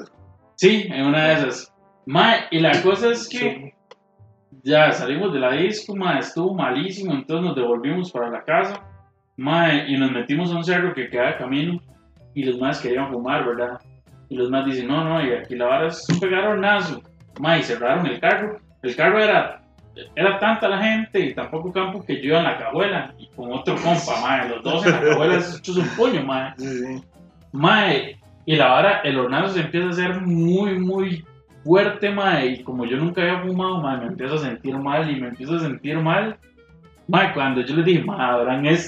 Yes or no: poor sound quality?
yes